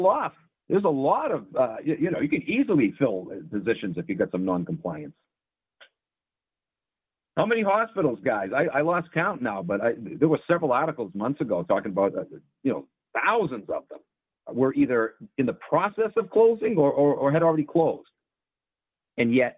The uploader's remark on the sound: opens up the call in lines